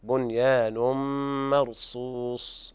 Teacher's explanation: نعم، بنيان مرصوص، هكذا مرصوص، والراء مفخمة لأنها ساكنة وقبلها مفتوح، وهنا إدغام بغنة كامل لوقوع الميم بعد التنوين